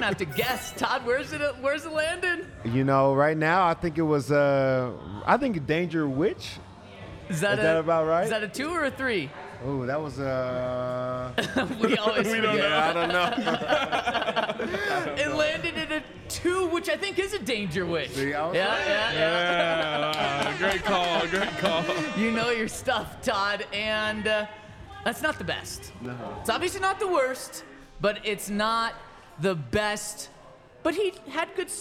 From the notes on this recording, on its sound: coming to you LIVE from the DNVR Bar